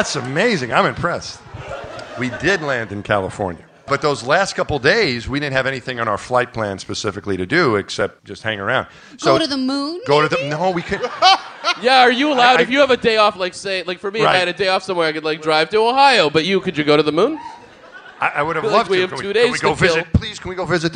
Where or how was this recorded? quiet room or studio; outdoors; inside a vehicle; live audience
live audience